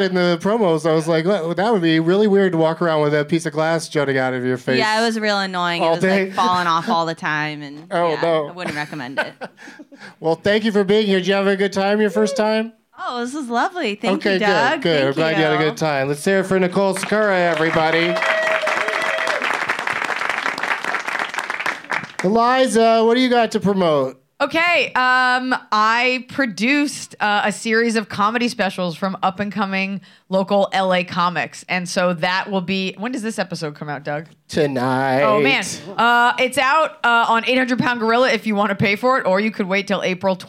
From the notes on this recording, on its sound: Live from the Dynasty Typewriter in Los Angeles